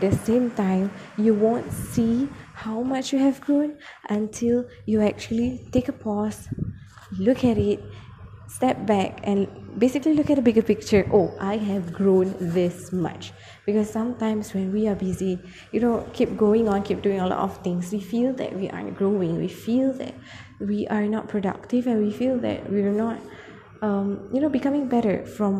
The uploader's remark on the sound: Tried to record in a very remote yet public area thus apologies for the abstract background noise